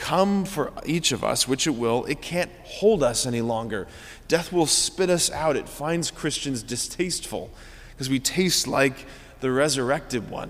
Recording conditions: large echoing room